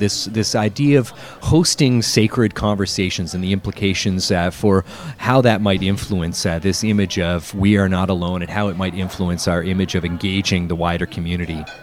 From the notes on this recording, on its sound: This week's episode was recorded live at the Early Bird Diner in London, Ontario.